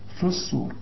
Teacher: اللام اللي بتبقى بدون تشكيل بتضغم وبتتحول لنفس الحرف اللي بعدها، يعني اللام دي تبقى صاد في الصور.